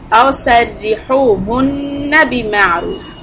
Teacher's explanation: when you do the noon shadda, hold the noon but don't make the fatha long.